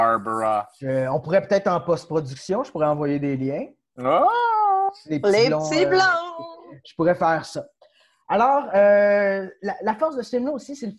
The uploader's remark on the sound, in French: La classe a eu lieue sur Zoom, en vidéoconférence.